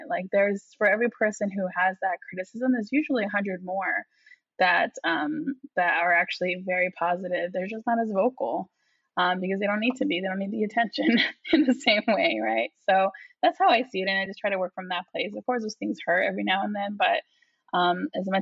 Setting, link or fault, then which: link, video call